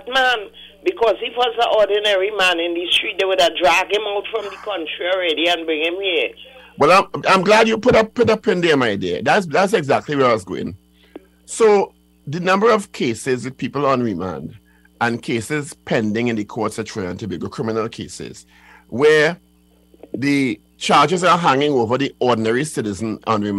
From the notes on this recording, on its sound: we take more calls from the audience